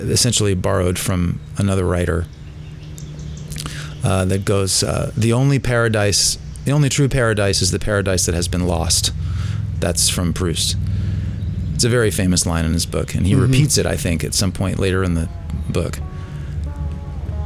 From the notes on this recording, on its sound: front porch in downtown Durham, which displays itself in the background of our conversation in vivid voice.